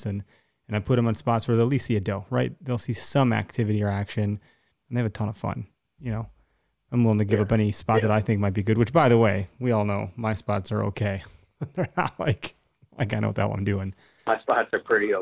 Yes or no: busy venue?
no